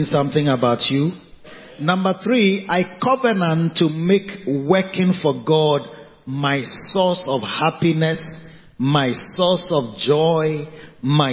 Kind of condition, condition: setting, large echoing room